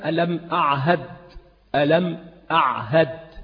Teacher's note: فمع قرب المخرج لم يقع أي تنافر، همز فهاء ألم أعهد ولا تنافر، بل هذا في قمة الفصاحة والبيان والبلاغ.